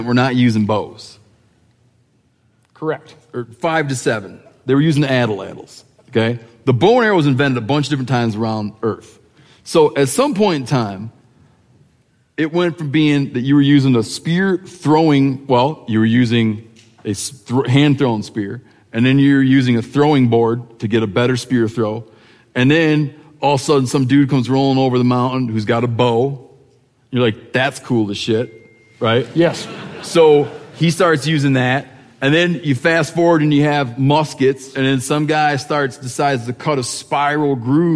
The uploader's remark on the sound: Live from Bozeman